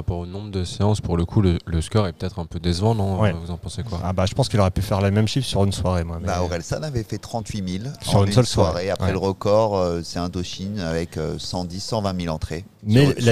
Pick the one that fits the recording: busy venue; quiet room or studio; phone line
busy venue